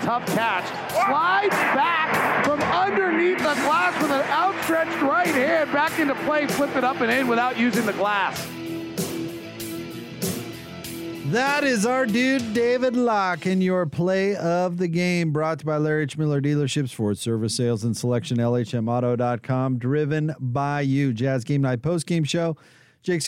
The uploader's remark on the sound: Jazz Postgame Show. Courtside interview. Postgame press conference audio.